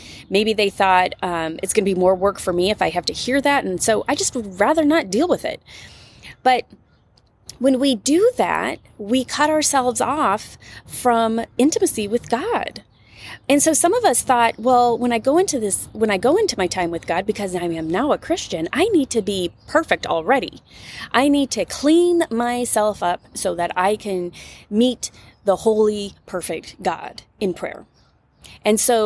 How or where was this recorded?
outdoors